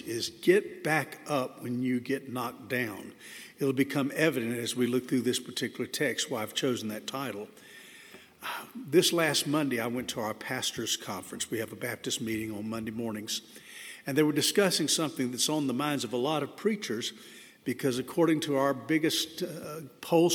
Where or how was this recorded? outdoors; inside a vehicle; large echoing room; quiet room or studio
large echoing room